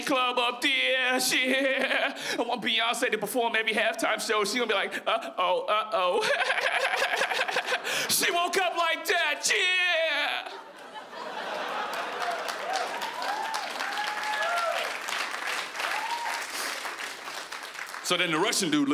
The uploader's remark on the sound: stand up from the Just For Laughs Festival in 2015